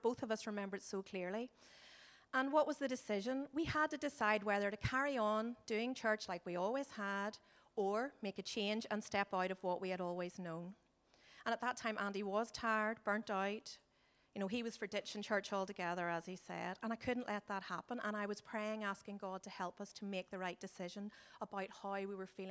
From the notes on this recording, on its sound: Recorded at our Sunday Celebration on 29th July 2018.